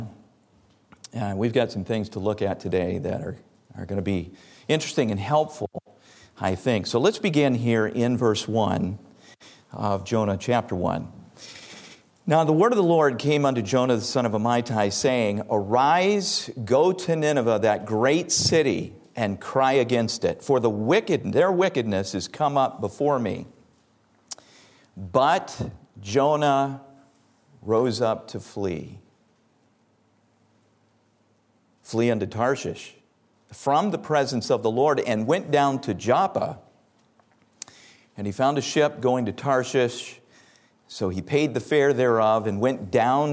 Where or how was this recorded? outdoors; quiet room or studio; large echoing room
large echoing room